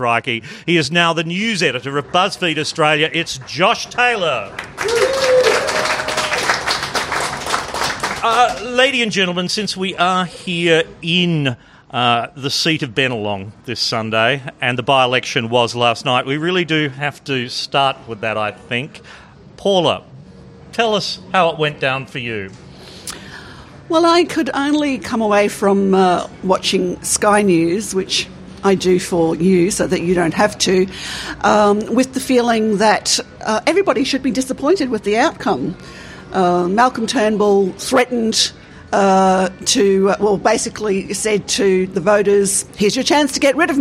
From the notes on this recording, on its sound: Join us for this live and extremely wonkish conversation from the wilds of suburban Sydney with two smart and informed panellists. This episode was recorded in front of a live audience at the West Ryde Hotel in Sydney.